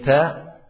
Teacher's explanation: ta adalah ujung lidah dengan pangkal gigi seri atas